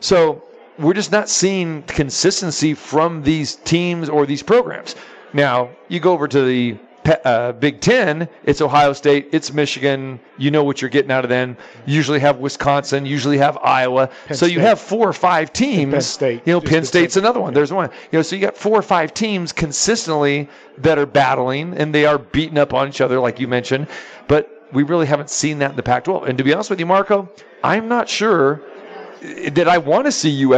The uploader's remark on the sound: live from the Superbook at the Westgate